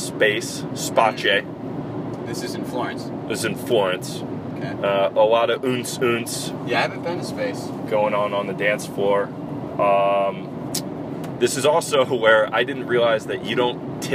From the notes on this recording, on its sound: NOTE: FAIR AMOUNT OF ROAD NOISE AND GPS DISCUSSION.